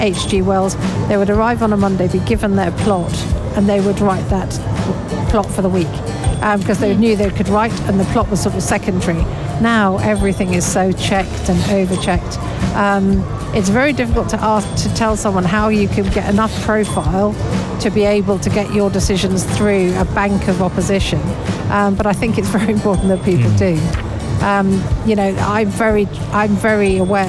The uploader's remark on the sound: Live from SIBF 2023